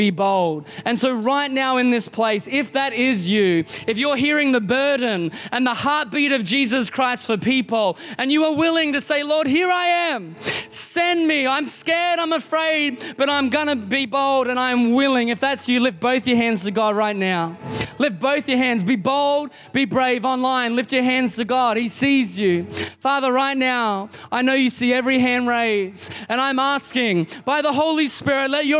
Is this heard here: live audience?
yes